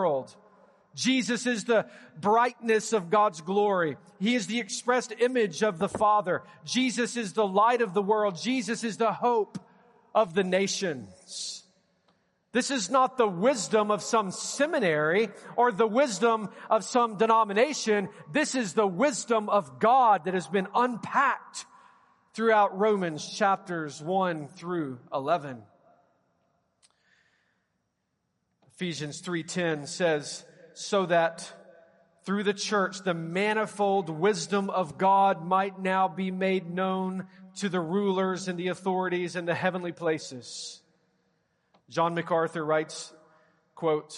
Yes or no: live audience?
yes